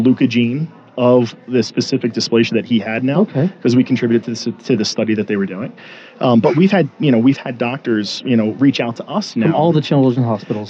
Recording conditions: busy venue